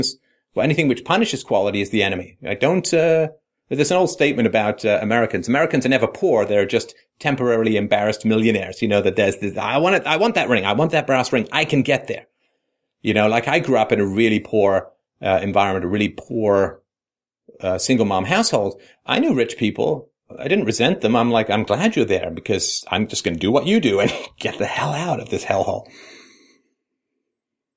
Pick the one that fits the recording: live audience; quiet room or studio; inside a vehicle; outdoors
quiet room or studio